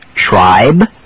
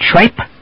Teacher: Keep the voicing. Don't substitute a voiceless P. · Shown in: first take · Tribe, not tripe.